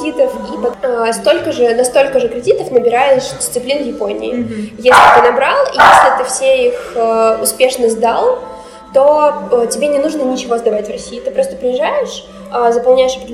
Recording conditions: poor sound quality